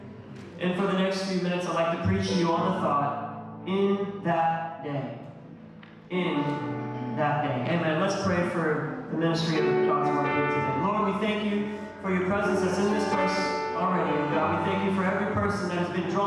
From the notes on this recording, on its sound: Audio cleans up after the scripture reading.